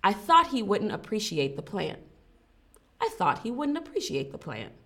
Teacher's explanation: it's a soft T, it's stopped right there at the end. It's like a clap. · Term: stopped T